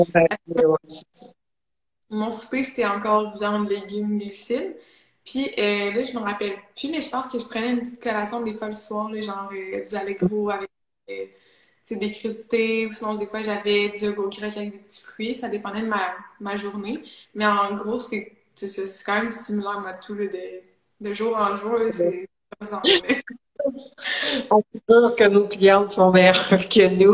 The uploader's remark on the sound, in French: je repartage sur le podcast le live Instagram